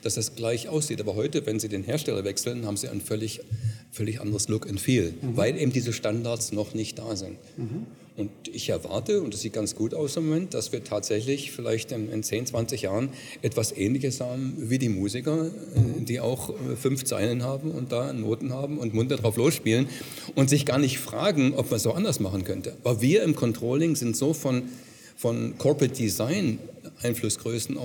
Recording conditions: busy venue